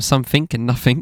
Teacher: Saying ink instead of ing in words like something and nothing